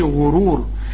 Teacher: الغين برضو المضمومة مفخمة